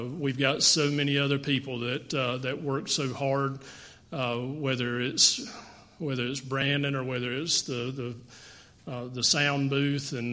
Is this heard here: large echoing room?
yes